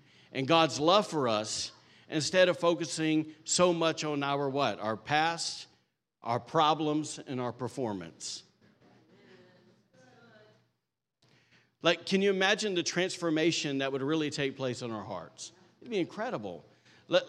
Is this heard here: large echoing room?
yes